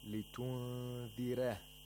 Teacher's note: Warsh says لتنذره، pronounces the ra with tarqiq.